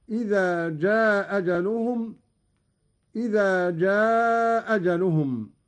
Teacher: قوله تعالى: لكل أمة أجل إذا جاء أجلهم. قرأ قالون بإسقاط الهمزة الأولى، وله القصر والمد